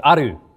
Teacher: the R sound is the same as an L sound in Japanese, and it'd be more like aru